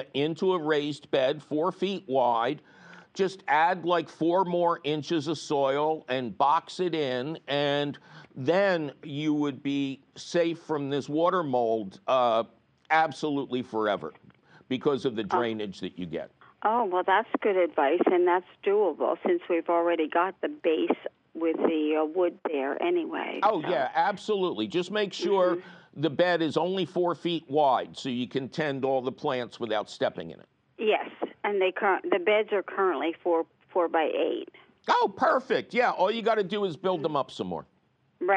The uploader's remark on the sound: your fabulous phone calls!